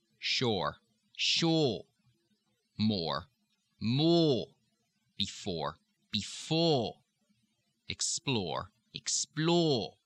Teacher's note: The next R drop is the OR, the OR combination.